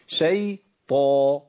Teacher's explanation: الطاء هنا في أعلى مراتب التفخيم، تبقى إيه؟ تبقى صوتها أقوى صوت للطاء في القرآن كله